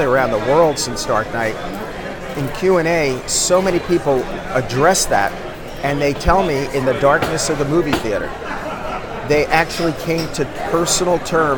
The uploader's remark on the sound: San Diego Comic-Con. Over lunch during the convention.